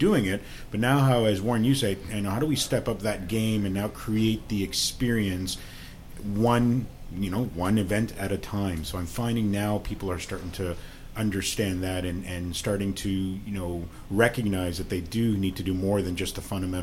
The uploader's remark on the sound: at the 2018 FEO Conference in Hamilton